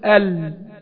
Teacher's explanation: صوت اللام جري عندي شوية ووقف · Term: اللام الساكنة